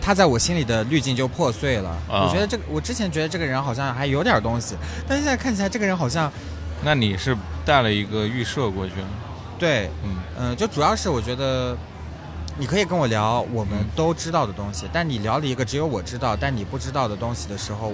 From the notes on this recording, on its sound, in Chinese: 市集现场。尤其在市集摆摊过程中。我们还是尝试了一次公开录音，面对形形色色走过的观众。